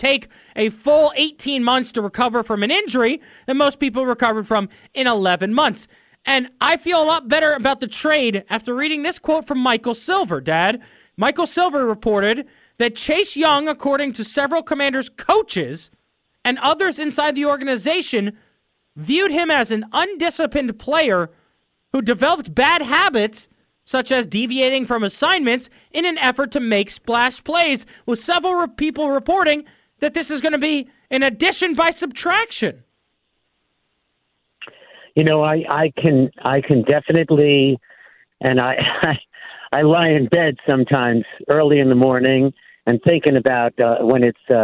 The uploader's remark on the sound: We take calls next. We take more calls and reactions.